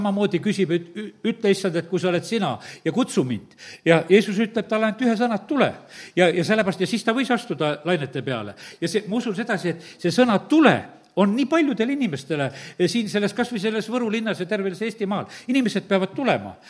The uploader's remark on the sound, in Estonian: Audio salvestus koosolekult